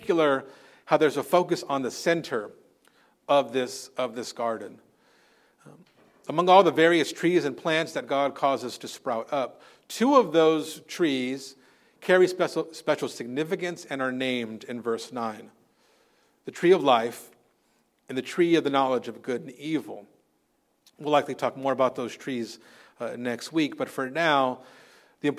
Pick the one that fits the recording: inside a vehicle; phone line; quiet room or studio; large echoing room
large echoing room